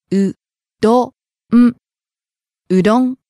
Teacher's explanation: Starting low and rising on the second syllable. ど. Staying high.